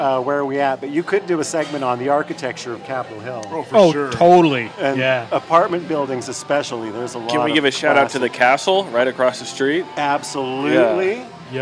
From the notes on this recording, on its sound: Recorded live at the DeLuxe Bar & Grill in the famous Capital Hill neighborhood. Arguably one of the least-divey dive bars we've visited, this historic watering hole has gobs of history and ghost stories.